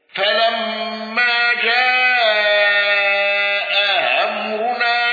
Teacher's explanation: الأصبهاني بتسهيل الهمز الثانية